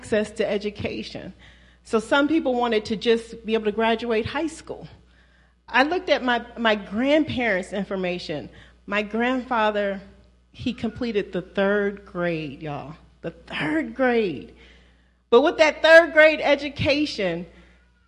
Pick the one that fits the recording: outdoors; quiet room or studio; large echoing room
large echoing room